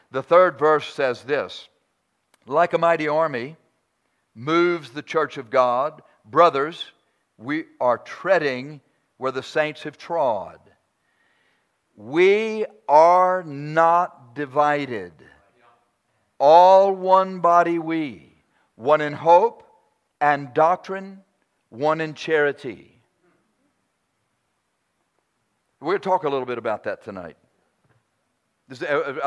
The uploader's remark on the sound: preaches during our 11th Church Anniversary Conference